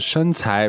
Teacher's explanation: 身 is first tone, 才 second tone.